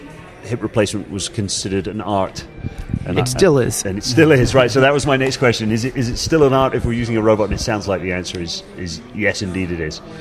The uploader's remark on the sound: Coming at you live(ish) from the Bellagio Hotel and Casino in Las Vegas Nevada. Today is day one at the Orthopedic Summit we got to enjoy several outstanding presentations and panel discussions.